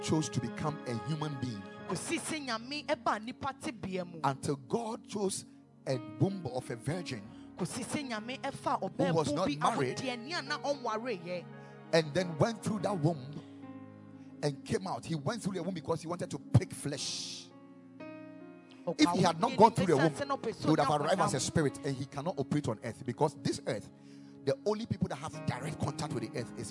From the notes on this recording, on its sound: Preached at the Ekklesia Campus.